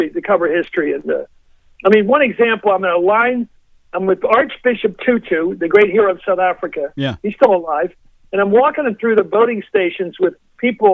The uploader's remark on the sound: called in for a fun and lively chat